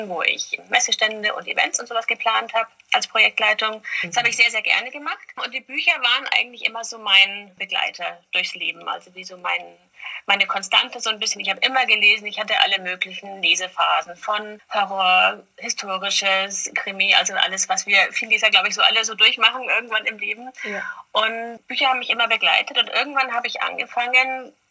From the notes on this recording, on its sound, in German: Entschuldigt bitte, dass die Tonqualität leider nicht auf dem üblichen Niveau ist, da das Interview digital geführt und aufgenommen wurde.